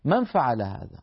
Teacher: يقول العربي في بيته مع أهله وزوجه يقول من فعل هذا، من فيذهب من الميم إلى مخرج الفاء مباشرة، ولا يبقى من النون إلا غنة خفيفة لطيفة، من فعل هذا؟